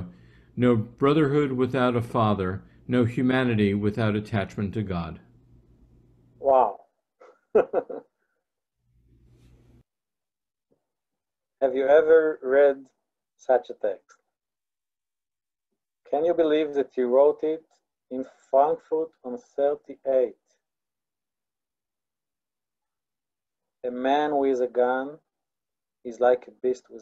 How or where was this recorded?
video call